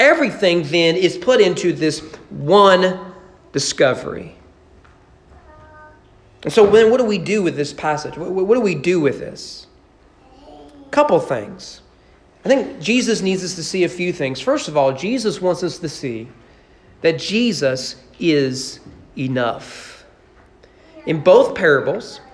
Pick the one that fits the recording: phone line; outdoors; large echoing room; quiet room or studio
large echoing room